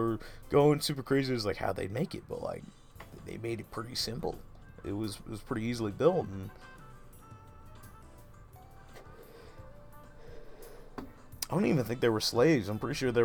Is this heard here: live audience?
no